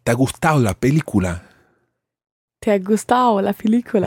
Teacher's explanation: Yeah, and I did something there that's very, very common in Spain in particular, and that is change the ado to a kind of ao